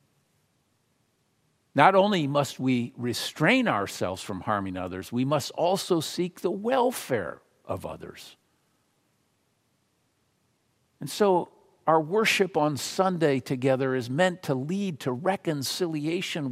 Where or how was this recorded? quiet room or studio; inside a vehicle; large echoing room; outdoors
large echoing room